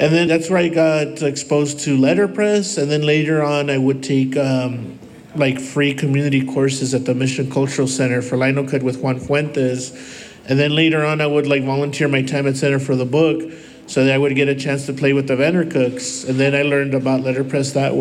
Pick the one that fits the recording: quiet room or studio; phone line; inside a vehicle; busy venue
busy venue